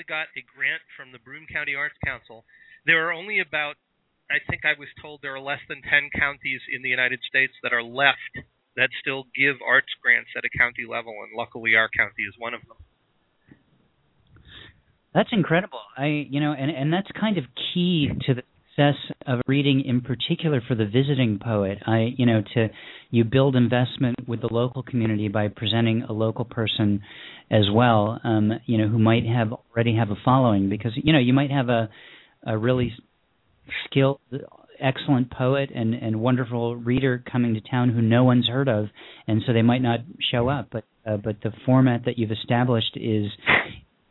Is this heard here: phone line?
yes